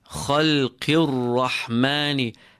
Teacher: خلق الرحمن، feel the ha, beautiful clean ha in the center of your throat